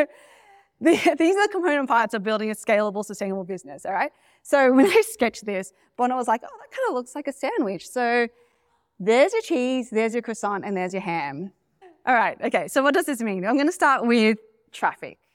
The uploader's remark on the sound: my presentation at Capshovians Live 2024